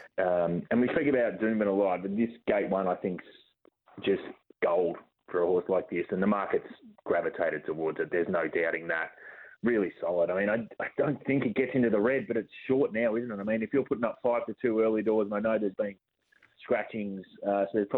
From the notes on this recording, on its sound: the team also take your calls!